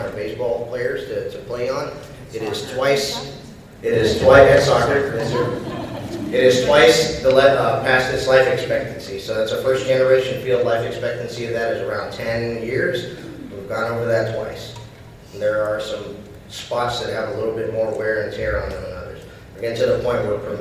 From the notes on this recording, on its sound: The following audio was excerpted from the Fall, 2022 VCS State of the School.